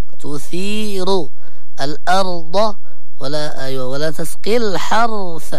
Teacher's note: لابد من تفخيم الراء سواء في كلمة تثير أو الأرض أو الحرث